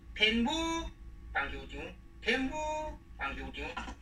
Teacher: 这个母字哈，这个第四调变调成第一调哈，你要连在一起，连在一起只有最后一个调是本调，其他都要变调。